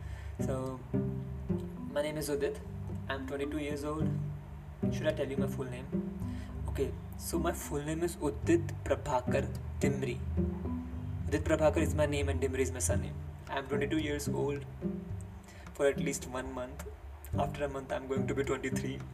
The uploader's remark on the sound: SORRY IF YOU HERE BACKGROUND NOISES BUT THE REASON FOR THIS IS THAT I DONT HAVE A MIC TO RECORD WITH. THIS WAS THE BEST QUALITY I COULD PRODUCE THROUGH MY PHONE AND THROUGH EDITING IT.